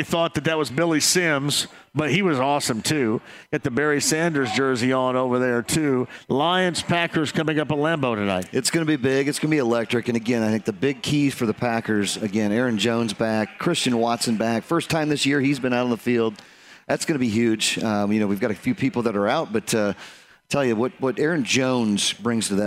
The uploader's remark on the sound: Live From Ale Emporium! Kicks off the show from Ale Emporium in Castelton.